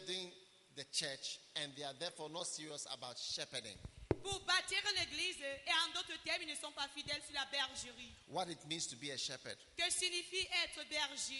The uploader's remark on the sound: Preached at the Bafia Pastor's Conference, Cameroon.